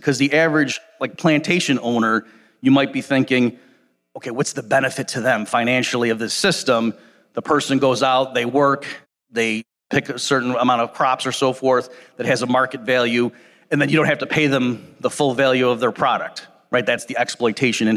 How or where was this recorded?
live audience